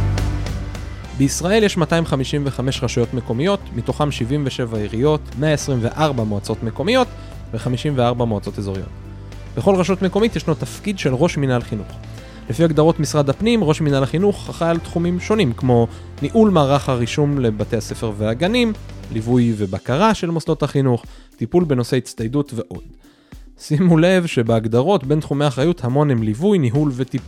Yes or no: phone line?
no